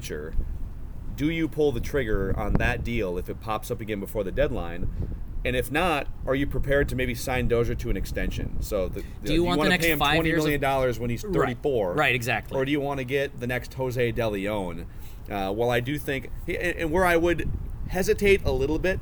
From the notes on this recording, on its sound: From a practice field outside Hammond Stadium in Fort Myers (apologies for the random wind gusts).